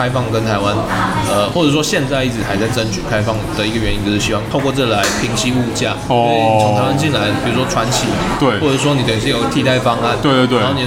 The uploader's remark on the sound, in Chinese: 本集白噪音指數：暴風級 5/5。錄音地點： Supranormal Bakery Cafe 赤峰店。